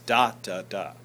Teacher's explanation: the beaut is what's really stressed in the word beautiful